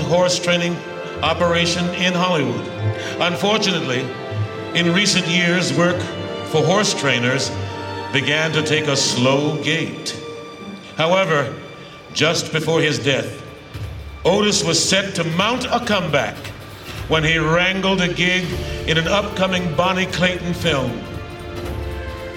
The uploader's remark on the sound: Live from L.A. Comic Con